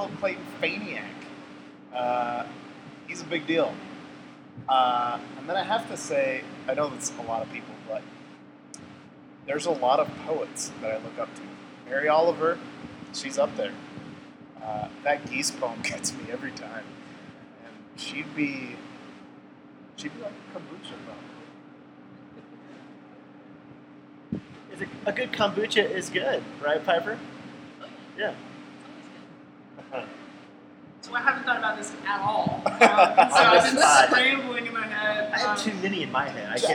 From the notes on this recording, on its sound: We recorded this episode in a large room with massive fans (#RookieMistake). We recorded this episode in a large room with massive fans (#RookieMistake).